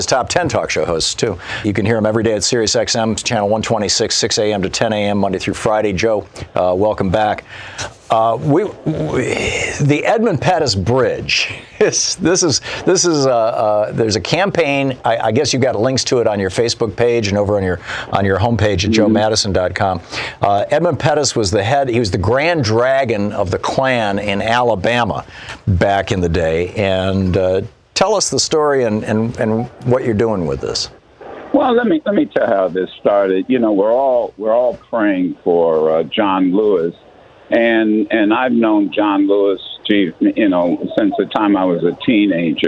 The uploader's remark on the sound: Listeners call